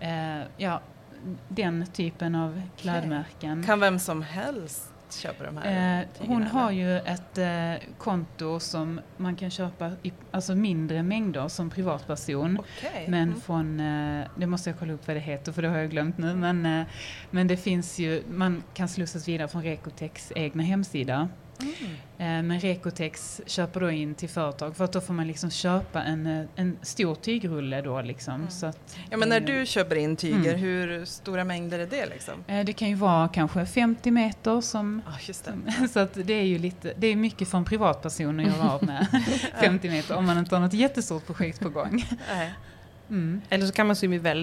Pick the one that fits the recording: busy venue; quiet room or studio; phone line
busy venue